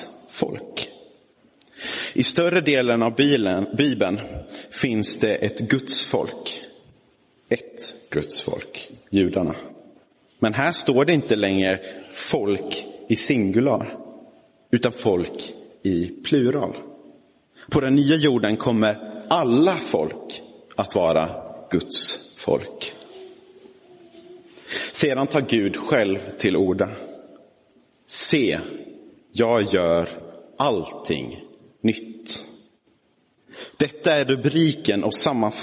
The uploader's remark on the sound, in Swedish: Inspelad i Roseniuskyrkan den 20 november 2022